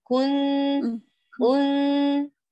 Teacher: تأتي بالغنة تقولي كون من الفم، هاتيها من الخيشوم